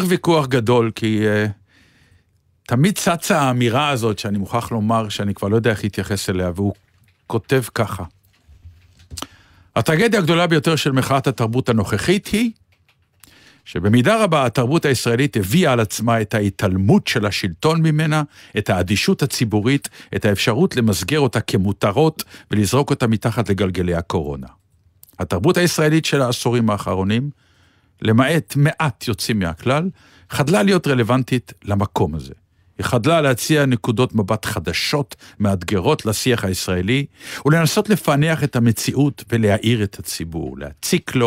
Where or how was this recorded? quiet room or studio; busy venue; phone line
quiet room or studio